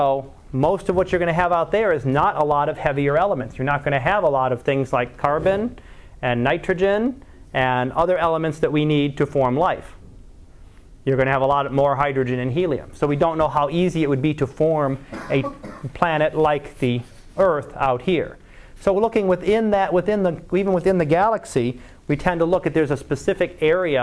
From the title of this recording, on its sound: Live Class Lecture